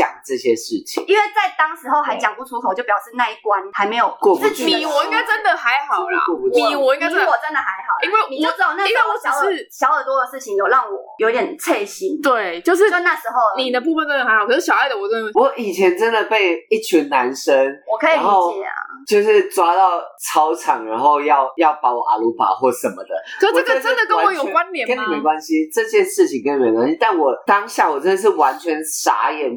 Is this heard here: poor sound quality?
yes